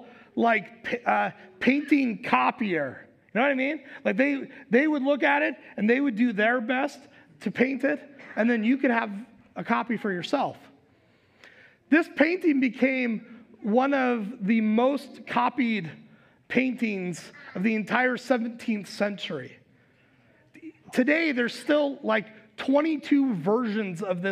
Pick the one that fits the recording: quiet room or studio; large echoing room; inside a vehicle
large echoing room